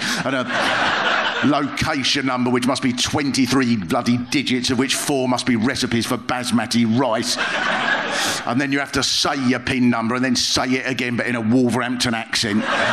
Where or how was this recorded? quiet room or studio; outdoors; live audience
live audience